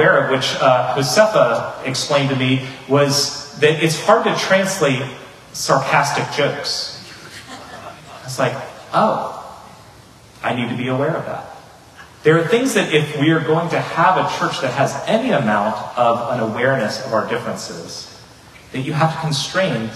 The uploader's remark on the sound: Unfortunately, the audio file of this sermon was corrupted, a lower quality audio was able to be produced from the Facebook Livestream.